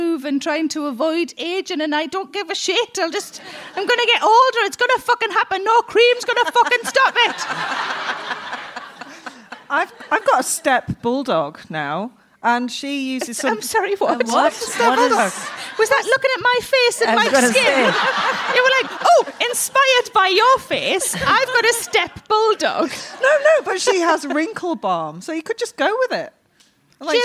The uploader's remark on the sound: In Conversation recorded at Kings Place back in May